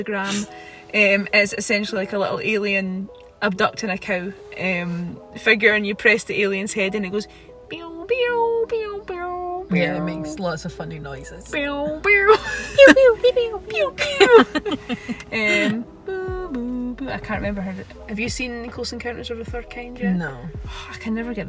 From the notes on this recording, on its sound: car straight after the event while sitting in Bonnybridge (UFO hotspot)